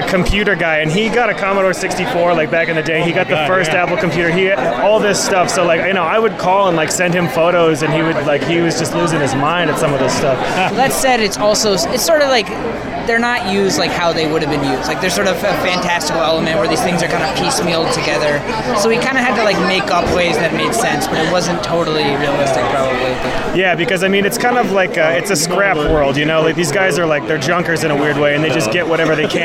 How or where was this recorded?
busy venue